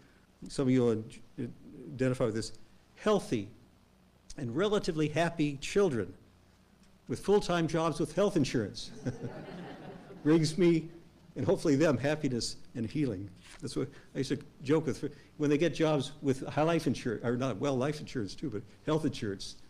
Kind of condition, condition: setting, large echoing room